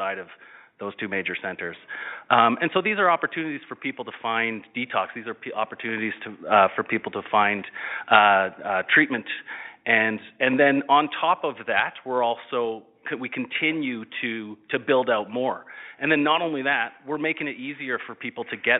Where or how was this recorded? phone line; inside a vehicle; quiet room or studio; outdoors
phone line